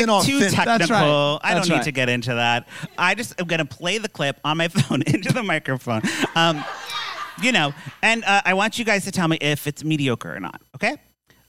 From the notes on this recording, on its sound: LIVE from Bramble Fest. The first ever LIVE Deck the Lifetime Uncorked.